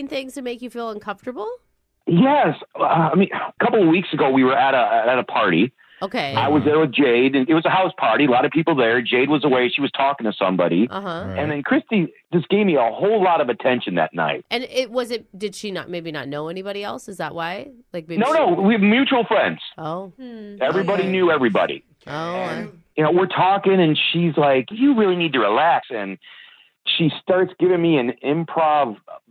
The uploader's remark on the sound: an Awkward Tuesday Phone Call